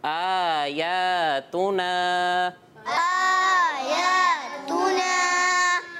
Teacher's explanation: ایک الف یعنی دو حرکات کی مقدار کھینچ کر پڑھیں گے · Term: کھڑا زبر